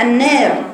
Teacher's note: الورش واللي بيقرأ بالتقليل بالإمالة بيقرأ الراء رقيقة